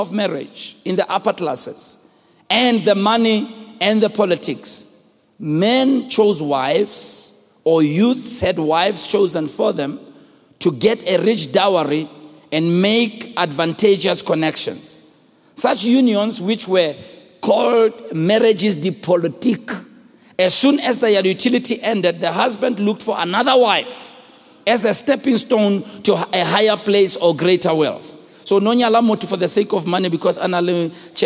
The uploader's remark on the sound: preached at Grace Bible Church Pimville on the 05th of November 2017